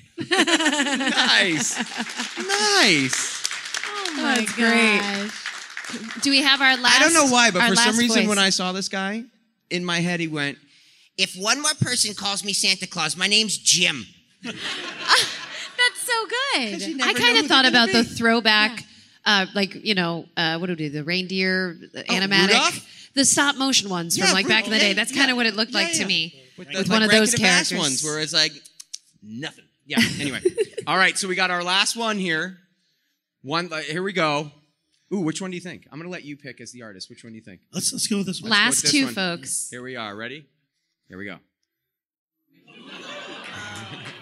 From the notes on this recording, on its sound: LIVE podcast recording at FanExpo Chicago. Our live audience.